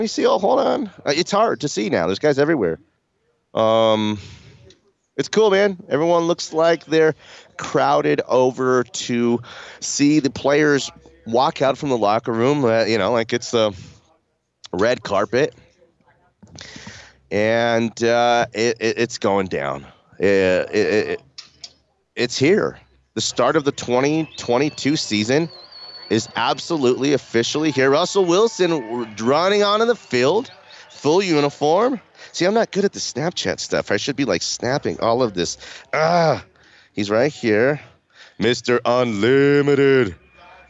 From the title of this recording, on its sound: LIVE from Training Camp